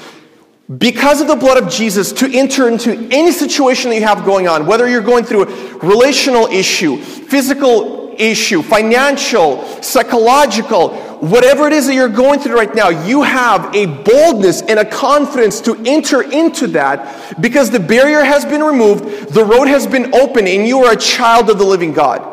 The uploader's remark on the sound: This is a sermon I preached at my church